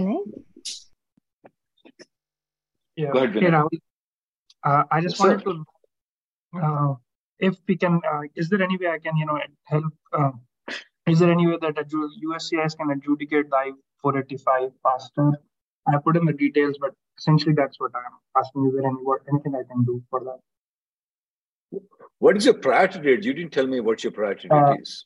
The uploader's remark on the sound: Conference Call.